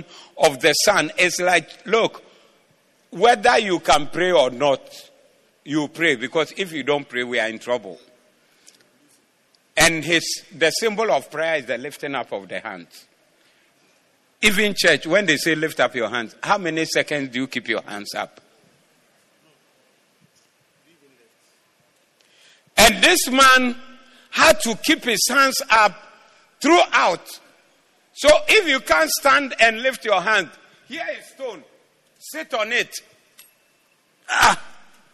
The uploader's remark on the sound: Preached at the Doxa Service